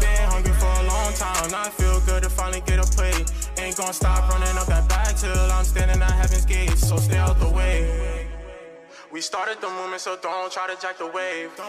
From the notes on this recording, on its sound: Live at the Tunage Showcase. Tunage Showcase Interview.